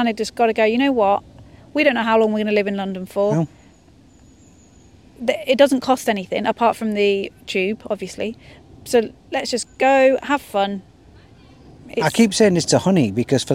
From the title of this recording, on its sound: Live from Hyde Park